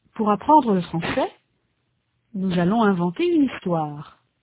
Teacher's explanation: There is a slight pause between français and nous. There is a tonic stress on the last syllable of each rhythmic group, on c'est and on toir.